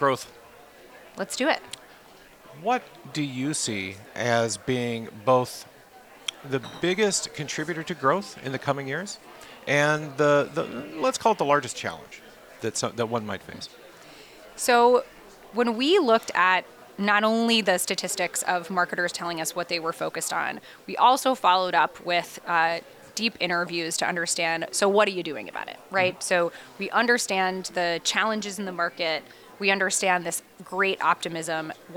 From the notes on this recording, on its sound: Recorded live at Advertising Week New York 2023.